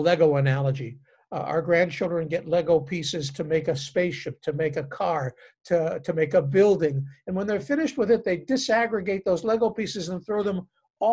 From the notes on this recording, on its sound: Interfaith Zoom Class. Our interfaith gatherings involving Temple Israel, Christ Presbyterian Church and Holy Trinity Lutheran Church.